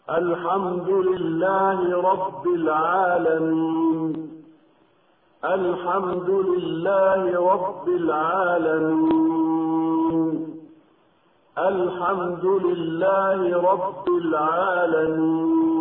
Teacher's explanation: هكذا: أولا، المد العارض للسكون المنصوب أي الذي آخره فتحة فيه ثلاثة أوجه، هي المد بمقدار حركتين بالسكون المجرد، وبمقدار أربع حركات، وبمقدار ست حركات، كما ننطق هكذا: الحمد لله رب العالمين، الحمد لله رب العالمين، الحمد لله رب العالمين.